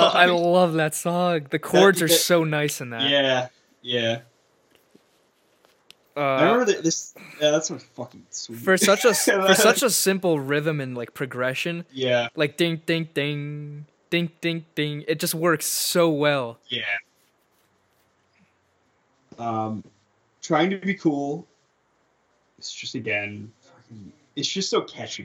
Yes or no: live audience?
no